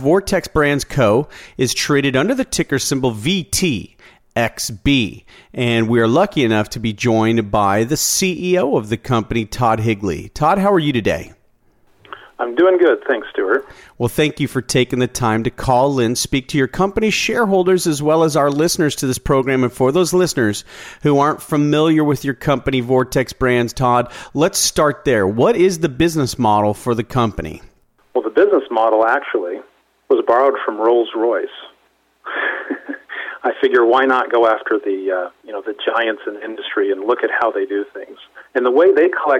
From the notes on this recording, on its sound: called in to SmallCapVoice